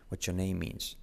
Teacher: Y la R de your decae, what your name means.